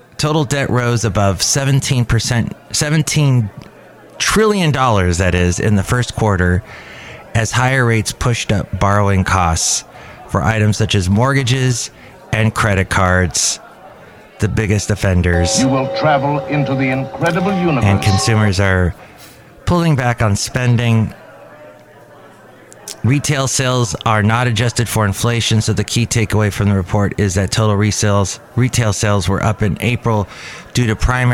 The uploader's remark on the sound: podcasts live from Café Anyway